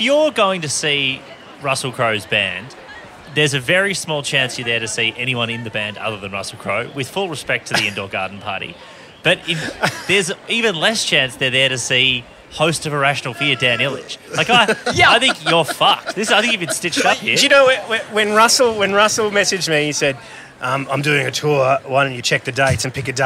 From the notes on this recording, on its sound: To celebrate the start of the Sydney Comedy Festival we put the RØDECaster Pro II in a duffle bag and headed to the Factory Theatre courtyard. One of the only arts venues in Sydney which boasts a commercial airliner flying overhead every 10 minutes.